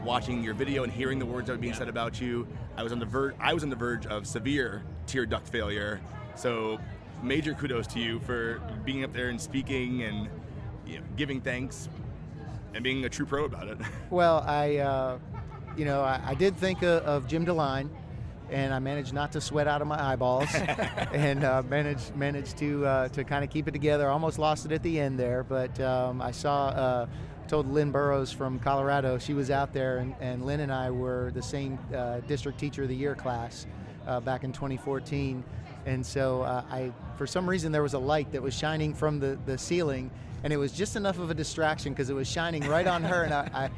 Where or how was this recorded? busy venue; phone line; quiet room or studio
busy venue